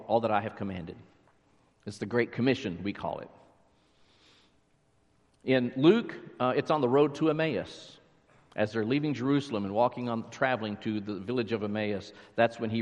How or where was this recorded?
large echoing room